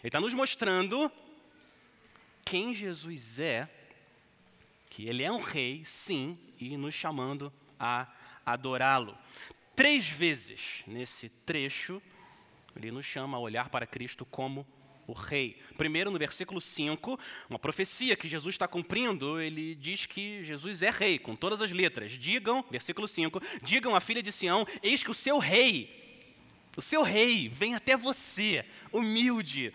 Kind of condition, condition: setting, large echoing room